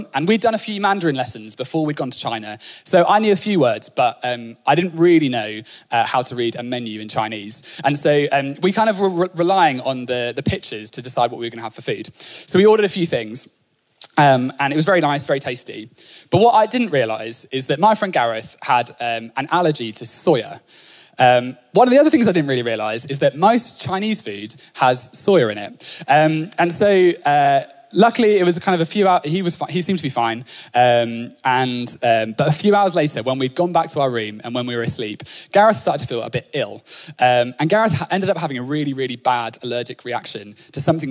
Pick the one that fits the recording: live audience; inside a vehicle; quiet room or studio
live audience